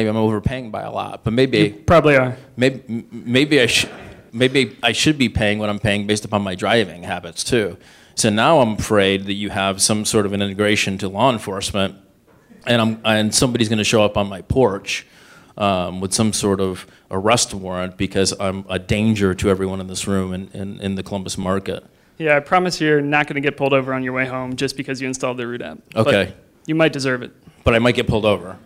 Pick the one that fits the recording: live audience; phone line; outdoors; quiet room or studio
live audience